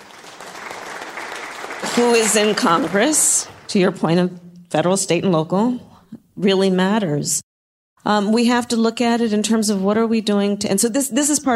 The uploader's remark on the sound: in front of an audience